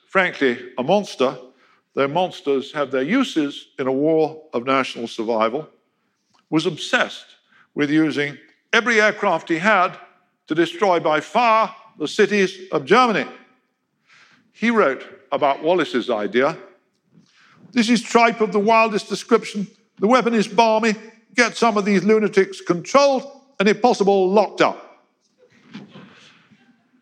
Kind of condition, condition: setting, live audience